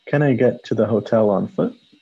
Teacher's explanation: 因为它是一个 yes or no 的问句，所以它的语调就上扬了